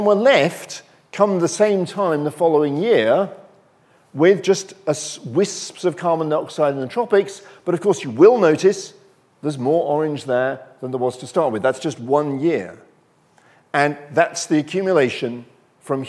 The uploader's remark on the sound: Recorded on 7 March 2023 at Barnard's Inn Hall, London.